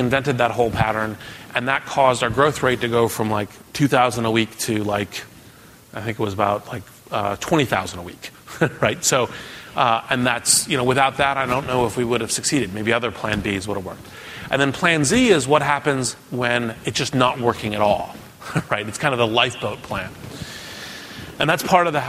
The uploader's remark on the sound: keynote address from the Endeavor Entrepreneur Summit